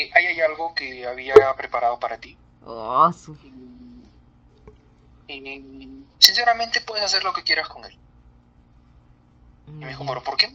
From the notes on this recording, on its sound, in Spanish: Un podcast que no tiene el mejor audio.